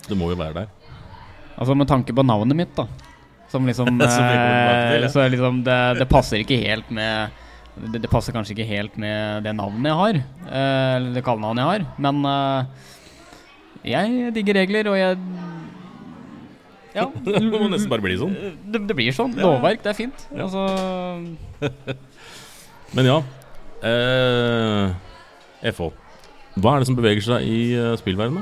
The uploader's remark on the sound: LIVE PODCAST.